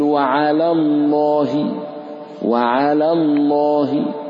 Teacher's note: وعلى الله، اللام الأولى، لأن اللام الثانية مفخمة، لام لفظ الجلالة مفخم، فلام على مرقق، فتقول وعلى الله، وعلى الله.